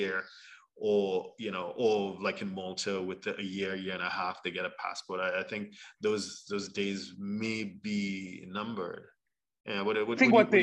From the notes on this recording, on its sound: Zoom links will be provided 24 hours in advance via an Eventbrite message. For those joining us on Zoom.